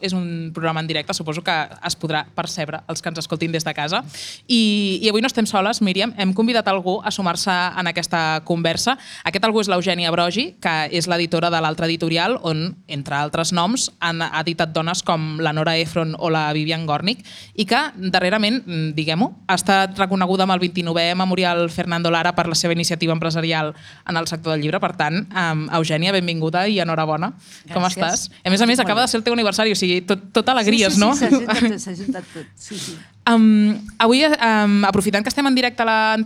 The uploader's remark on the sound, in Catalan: En un capítol en directe des de l’Antiga Fàbrica Damm en el marc de la jornada de pòdcasts contra la pressió estètica que va organitzar Radio Primavera Sound amb el Departament d’Igualtat i Feminismes.